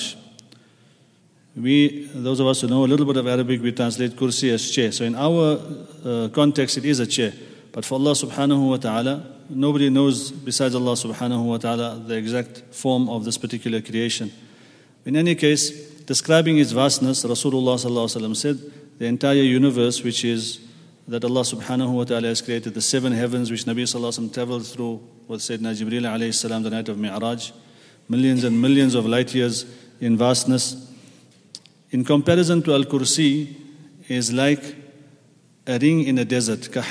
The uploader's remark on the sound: at the Houghton Masjid (West Street)